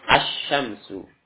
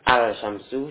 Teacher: idgham syamsi ini langsung masuk ke hurufnya. Alif lam tidak dibaca. · Shown in: first take